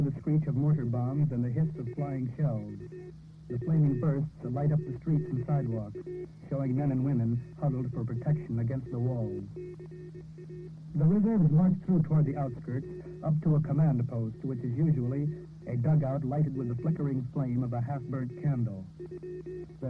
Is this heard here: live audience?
no